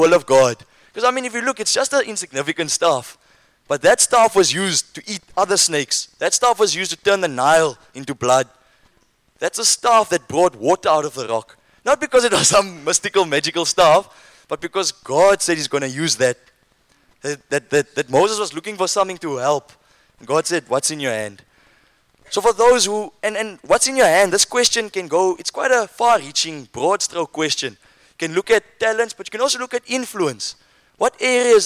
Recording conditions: live audience